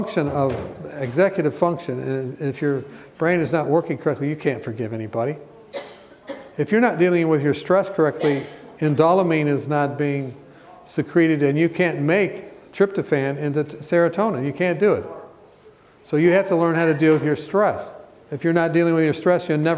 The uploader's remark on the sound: Be blessed with this encouraging message from our recent Right Arm Revival Conference.